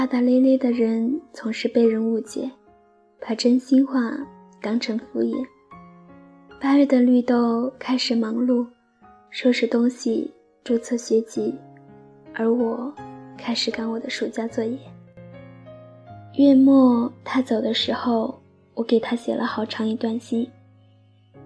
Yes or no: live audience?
no